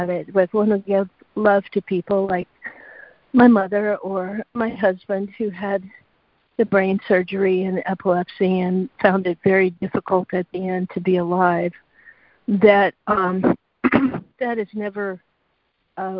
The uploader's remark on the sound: ACIM Daily Conference Call.